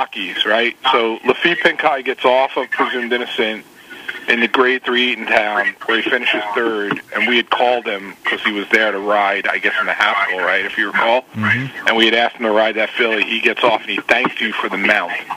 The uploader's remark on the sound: Going in Circles LIVE call-in show. We took callers and discussed various issues that listeners were concerned about.